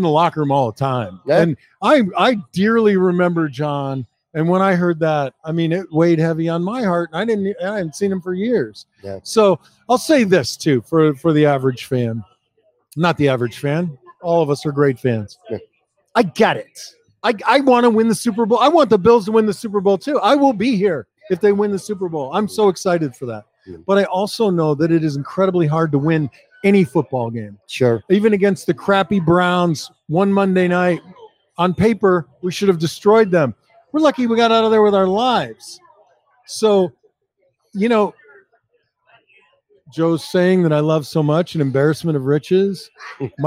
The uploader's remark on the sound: LIVE From Imperial Series. For a sit-down conversation taped live from Imperial Pizza in South Buffalo.